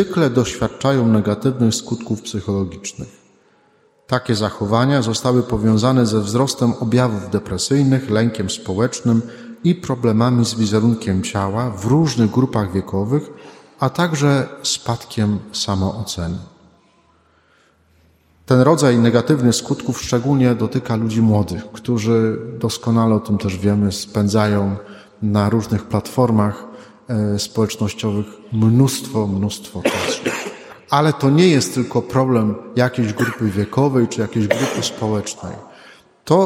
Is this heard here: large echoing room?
yes